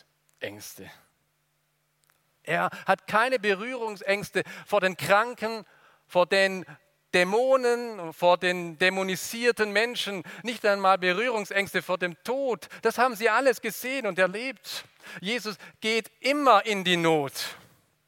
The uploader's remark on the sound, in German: aus dem Gottesdienst der Liebenzeller Mission